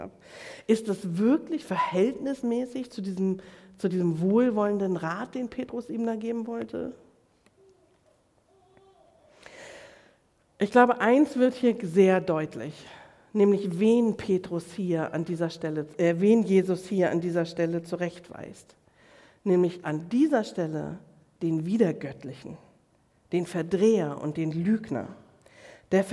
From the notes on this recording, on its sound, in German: Predigt im Rahmen des GreifBar+ Gottesdienstes